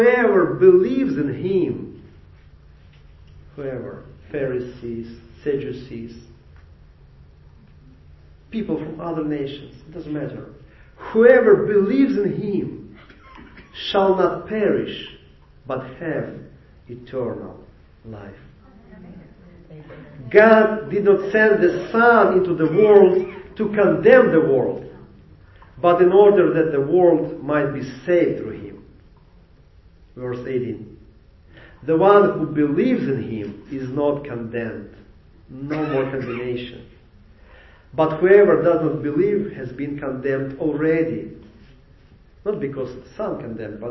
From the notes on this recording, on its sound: Recorded live at the Jewish Messianic Congregation of Jacksonville, 7750, Philips Hwy, Jacksonville, FL 32256.